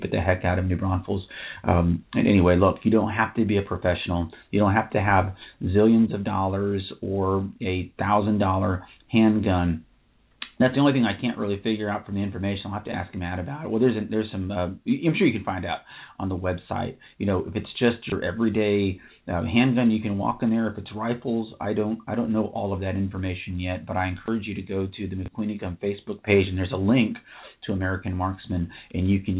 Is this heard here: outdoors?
no